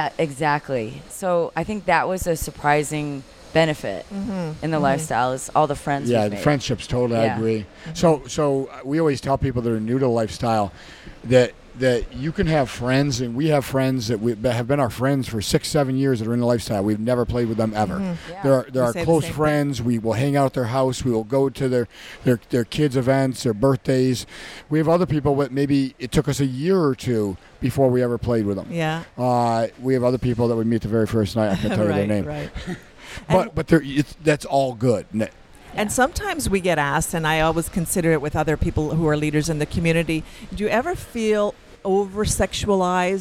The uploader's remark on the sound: Join us on location at Hedonism II Resort